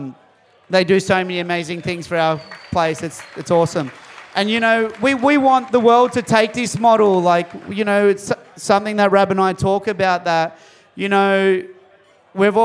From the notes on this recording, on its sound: Live from the Usher Cup President's Dinner.